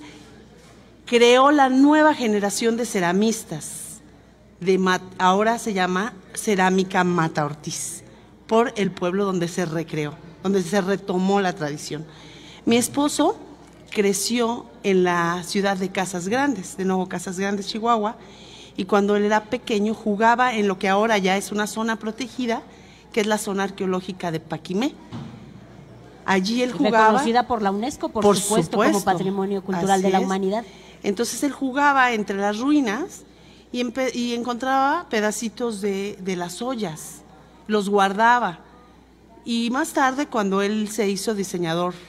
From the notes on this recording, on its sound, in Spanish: conversamos totalmente en vivo desde #Original2023